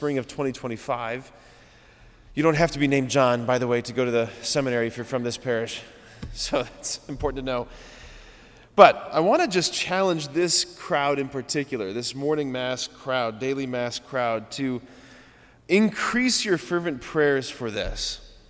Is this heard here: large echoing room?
yes